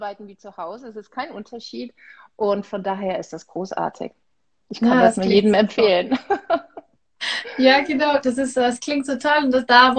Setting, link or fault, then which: link, video call